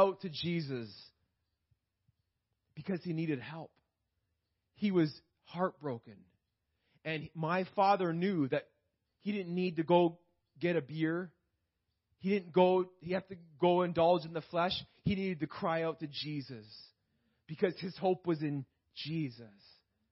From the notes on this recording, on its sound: This message was preached in May 2018 at Freedom Life Church in Kitchener Ontario